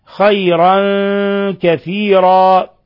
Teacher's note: تنوين فتح جاء بعده الكاف، إخفاء حقيقي، خيرا كثيرا، ثم كثيرا على الوقف على التنوين، تنوين الفتح يوقف عليه بالألف، وهذا يسمى مد عوض، يمد حركتين كثيرا.